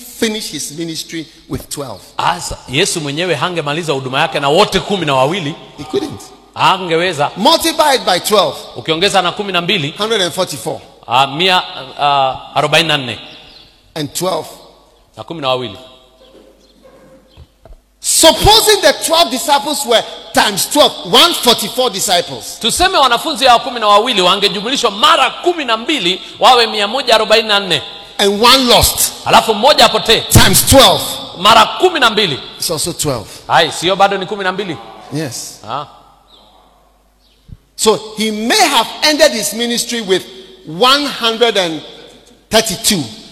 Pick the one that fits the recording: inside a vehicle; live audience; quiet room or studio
live audience